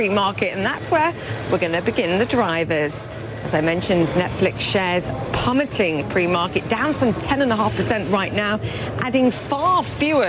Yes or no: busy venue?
yes